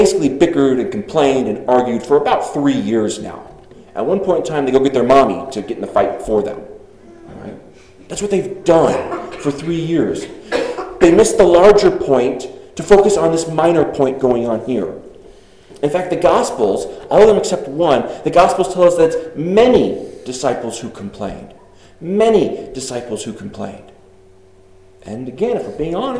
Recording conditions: large echoing room